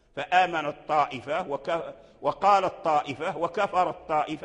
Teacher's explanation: تاء التأنيث أدغمت في الطاء · Term: إدغام تاء التأنيث